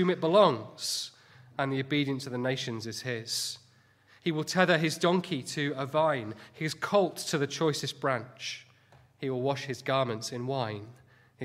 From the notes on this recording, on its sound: Sunday morning sermon